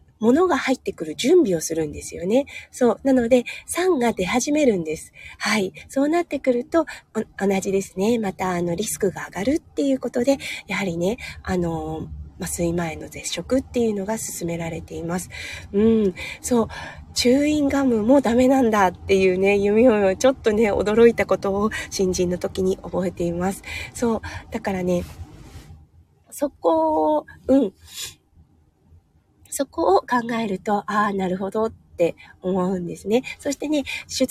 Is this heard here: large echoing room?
no